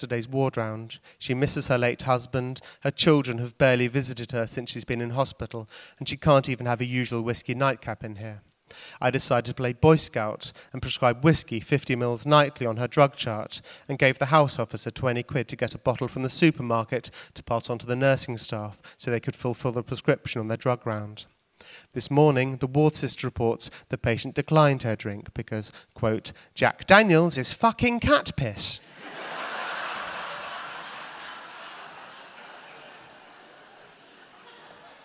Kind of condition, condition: setting, busy venue